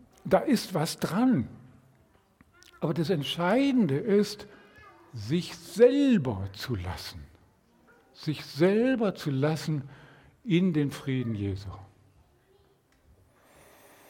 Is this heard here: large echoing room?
yes